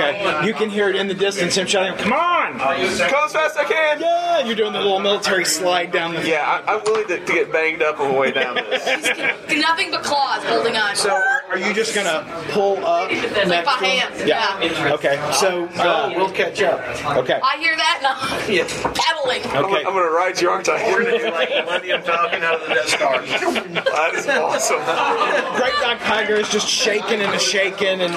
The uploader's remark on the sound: recorded at Fear the Con 7